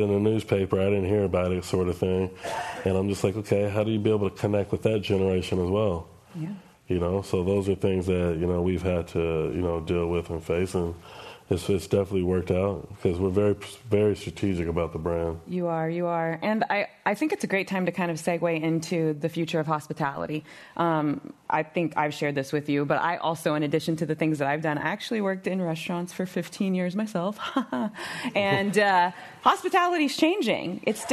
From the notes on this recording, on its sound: This program was recorded Live in San Francisco on April 21st, 2022 by the Commonwealth Club of California.